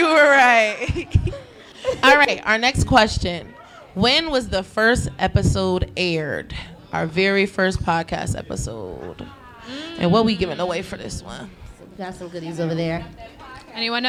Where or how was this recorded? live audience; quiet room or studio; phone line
live audience